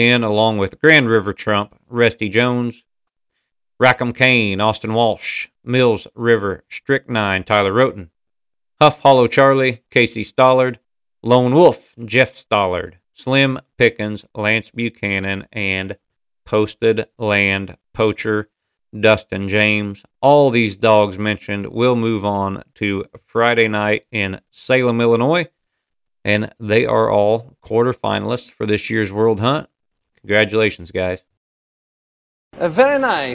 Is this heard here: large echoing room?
no